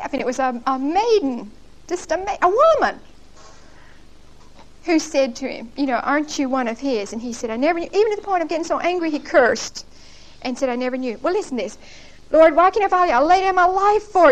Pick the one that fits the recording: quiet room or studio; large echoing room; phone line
large echoing room